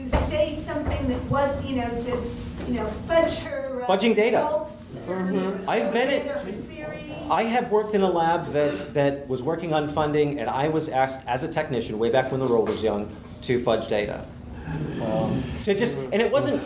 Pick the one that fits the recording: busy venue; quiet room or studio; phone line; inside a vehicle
busy venue